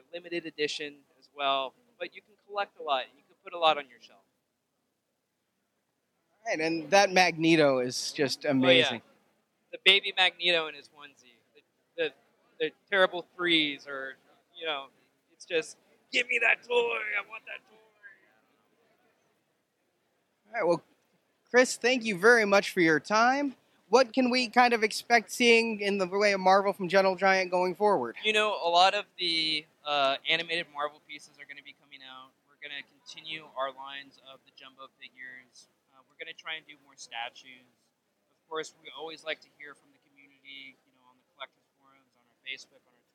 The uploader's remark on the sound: Marvel Collecting at San Diego Comic-Con 2016. Recorded live on the floor, plus around the convention.